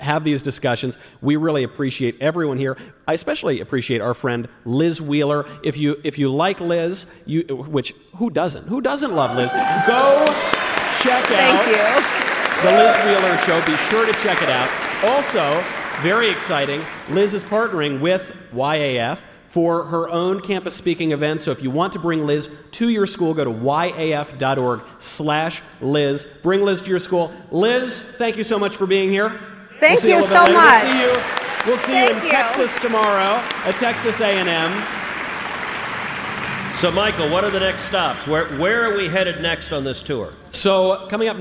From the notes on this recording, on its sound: LIVE in Madison, WI. Now, they are UW-Madison adjacent and going live on the first stop of the 2021 Young America's Foundation campus tour.